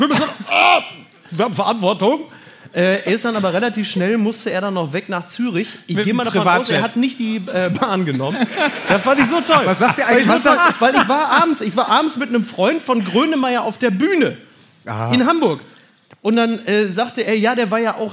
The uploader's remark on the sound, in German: LIVE AUS DÜSSELDORF. Unser Live-Auftritt vom 16. Aus dem Savoy-Theater in Düsseldorf.